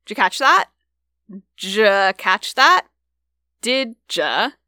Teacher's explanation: dialects that say stuff like did ya or would ya for did you or would you, where that Y in you ends up coming out like je.